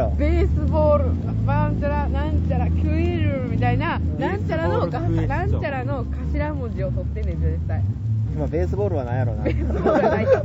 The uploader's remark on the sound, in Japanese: またしても野外収録です！服部緑地野外音楽堂にて開催されていた音楽イベント「Room Special」をさらに野外から楽しみつつ、焼き物大会！！その間を埋めるすばらしいミュージックも流れております。音量バランスも リハーサル音：声：厚揚げジュウジュウ＝6：3：1な具合。